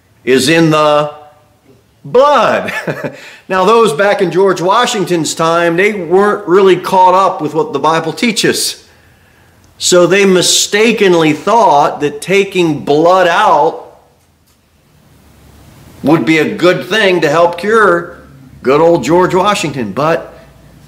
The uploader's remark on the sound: Sermon delivered at Pilgrim Baptist Church